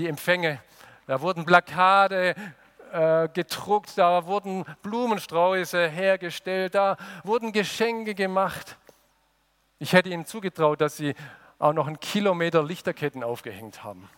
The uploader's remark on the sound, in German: aus dem Gottesdienst der Liebenzeller Mission